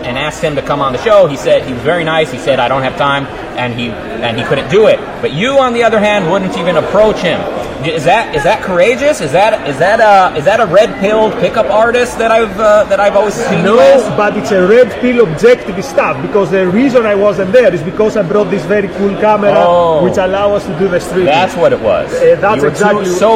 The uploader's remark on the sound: Live From OCON 2022